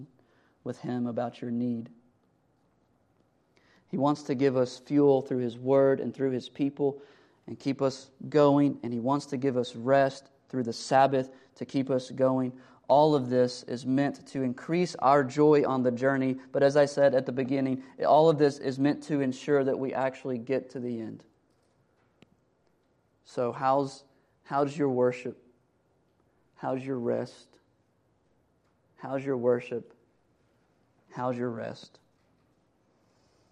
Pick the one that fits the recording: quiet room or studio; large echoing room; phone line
large echoing room